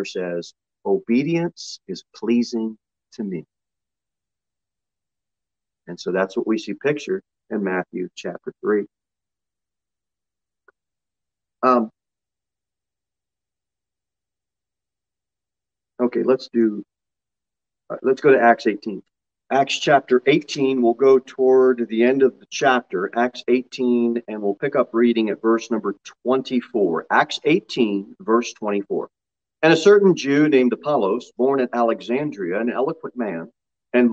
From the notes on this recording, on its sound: Sunday School Lesson delivered at Pilgrim Baptist Church on Sunday, March 6, 2022, at 10:0 am. Jere Whitson Rd.